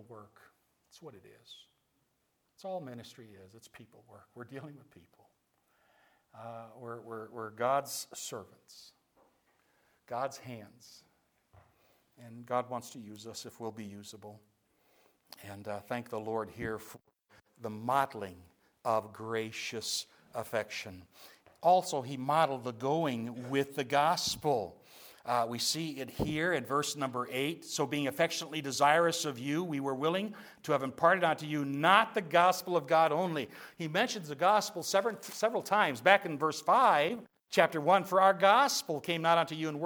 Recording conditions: large echoing room